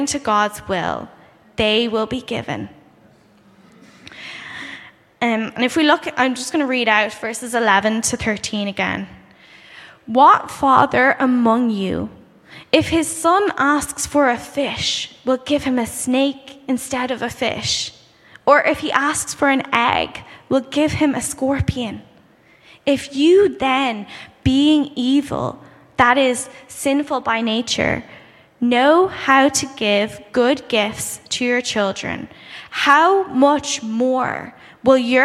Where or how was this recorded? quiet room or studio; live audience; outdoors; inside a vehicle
live audience